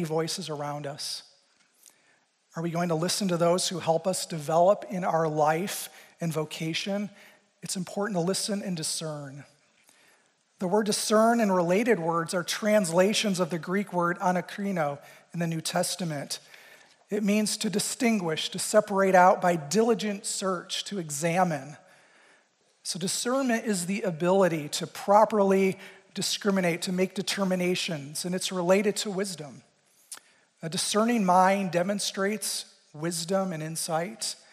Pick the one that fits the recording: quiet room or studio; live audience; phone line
live audience